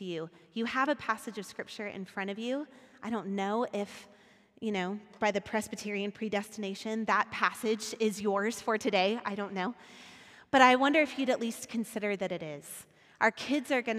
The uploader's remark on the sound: Recorded at our Sunday gathering on December 12th, 2022 in Port Orchard WA.